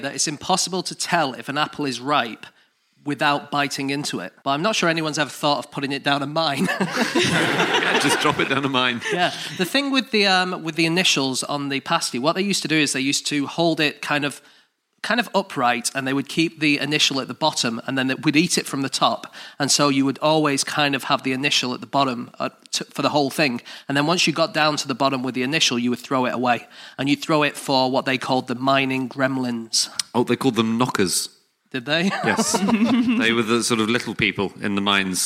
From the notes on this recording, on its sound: Live from The North Wall Arts Centre in Oxford.